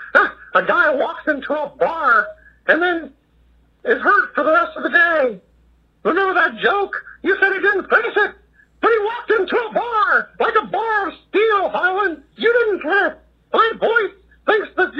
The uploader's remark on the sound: Listener phone calls!